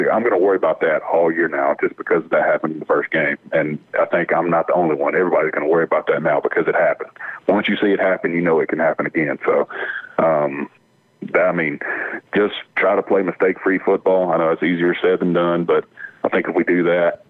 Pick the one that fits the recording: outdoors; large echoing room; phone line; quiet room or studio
phone line